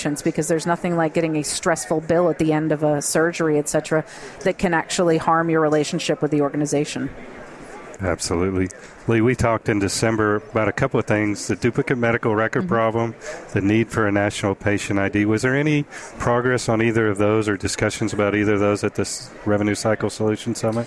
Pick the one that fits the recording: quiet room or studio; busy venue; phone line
busy venue